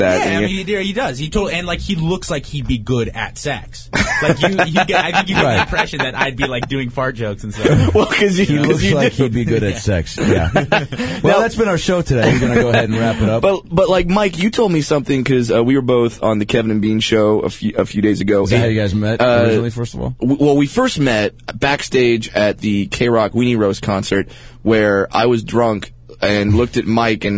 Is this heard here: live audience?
no